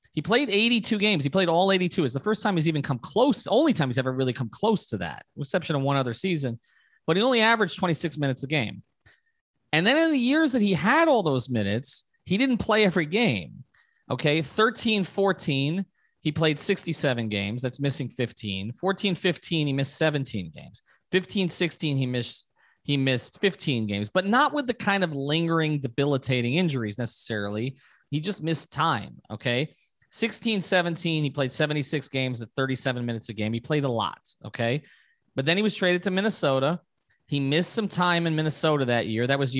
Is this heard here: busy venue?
no